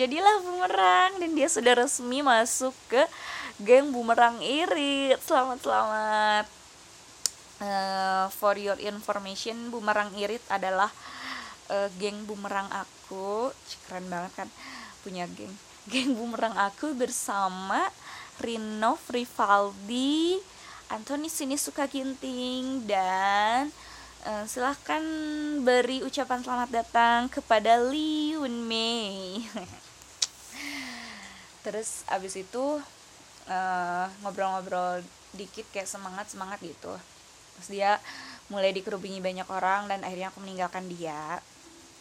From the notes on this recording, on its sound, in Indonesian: Maaf kresek kresek itu suara hujan.